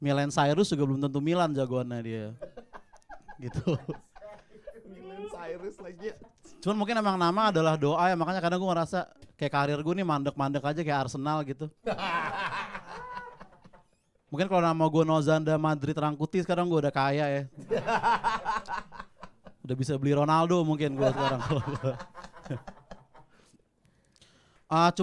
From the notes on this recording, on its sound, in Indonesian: Episode ini pake audio stand up gw di Bolanya Standupindo bray!